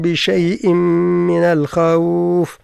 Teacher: التنوين في الهمزة يدغم في الميم